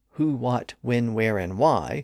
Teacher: So when we use the phrase who, what, when, where, and why, they're all spelled with W-H, and they're all pronounced with a W sound except the word who